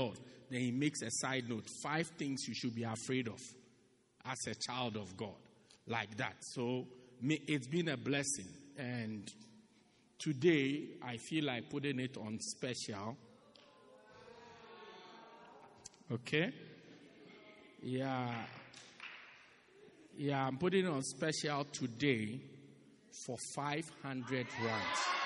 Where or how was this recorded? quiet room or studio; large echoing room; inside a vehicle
large echoing room